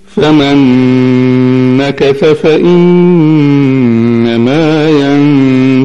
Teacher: وترقق الغنة عند الكاف